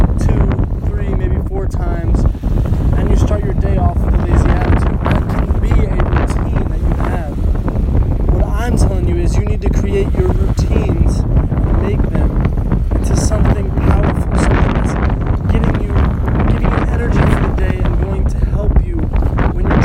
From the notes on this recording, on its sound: Apologies for the noisy wind.